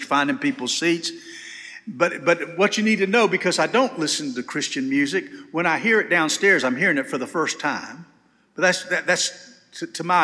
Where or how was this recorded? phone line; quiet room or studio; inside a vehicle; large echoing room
large echoing room